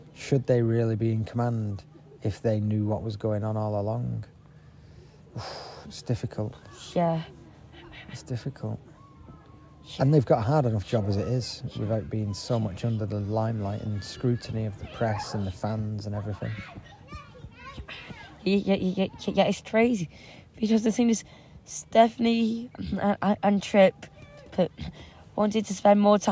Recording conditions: sounds in the background